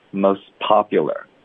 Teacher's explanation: t 呢，是不是完全省略了？跟那个 most popular 一样，还是 t 读成的呢？No，所以 most of 会连读，特的音会浊化成的 mostof，有一个的 mostof， most popular 这个特一般是省略 mostpopular，因为它一个特的音出现在一个别的爆破音的前面呢，一般我们都会省略